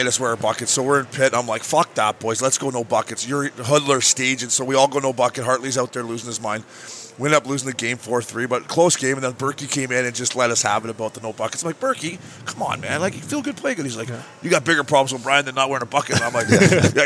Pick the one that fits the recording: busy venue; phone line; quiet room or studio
busy venue